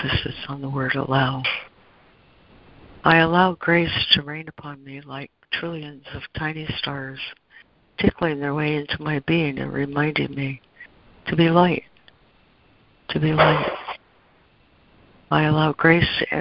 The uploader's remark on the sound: ACIM Daily Conference Call